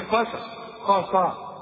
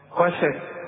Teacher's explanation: السين في القرآن سا، ما تقولهاش بقى بين السين والصا · Shown in: second take